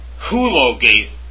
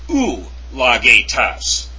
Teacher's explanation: We notice that it is spelled epsilon upsilon with a soft breathing mark. It is not hulogetas, it's ulagetas with a soft breathing mark. · Shown in: second take